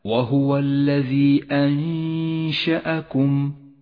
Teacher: اخترنا قصر مده على حركتين تسهيلا على القارئ المبتدئ · Term: المد المنفصل